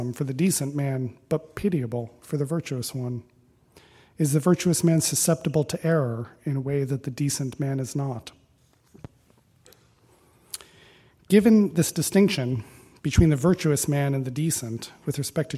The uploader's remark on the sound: Recording of a lecture given on September 9, 2016. As part of the Formal Lecture Series.